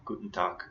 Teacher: It's spelled TAG, but the pronunciation, the G usually becomes like a K sound